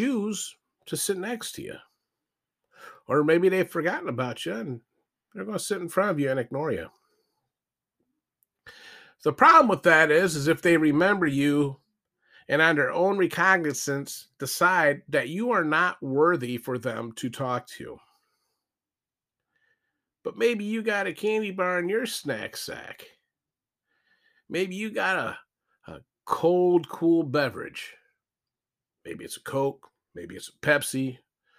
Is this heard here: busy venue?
no